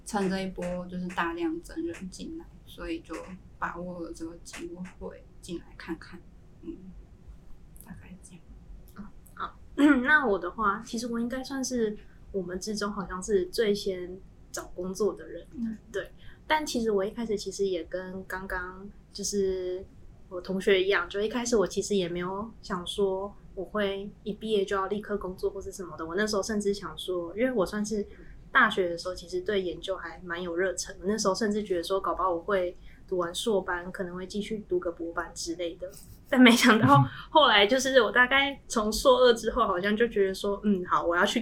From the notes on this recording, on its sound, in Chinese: 四人會談要找場地真麻煩，希望有錢後可以大幅升級收音設備及場地。